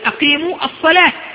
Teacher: لأنك حين الوقف عليها تقف عليها بهاء · Term: هاء تأنيث